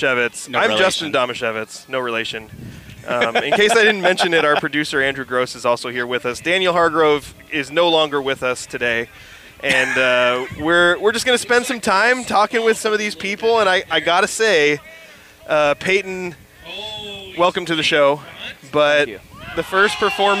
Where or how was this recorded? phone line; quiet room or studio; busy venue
busy venue